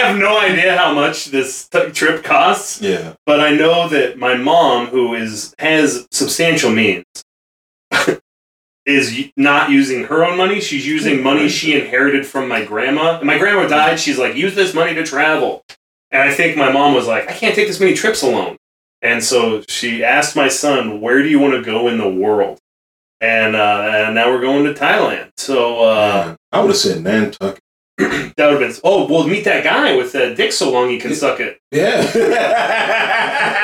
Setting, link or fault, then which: fault, poor sound quality